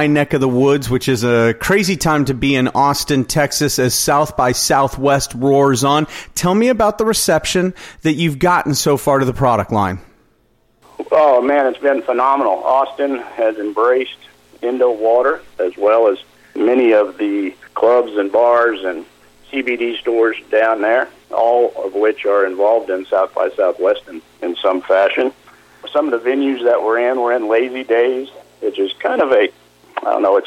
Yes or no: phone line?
yes